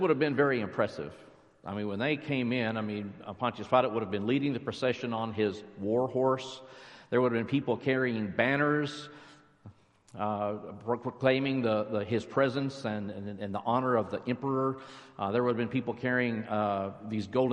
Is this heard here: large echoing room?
yes